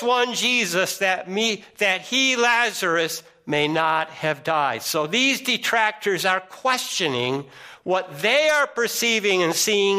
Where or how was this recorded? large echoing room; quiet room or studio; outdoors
large echoing room